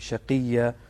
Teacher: ما تفخم القاف والغين وايد لأنهم مكسورين · Term: الترقيق